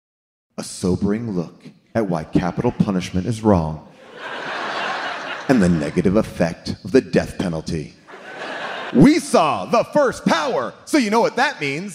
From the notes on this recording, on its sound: LIVE from the Chevalier Theatre in Boston. In the theater during the audience Q&A.